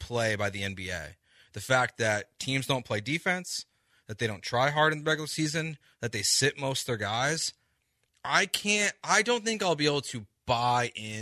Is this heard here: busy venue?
no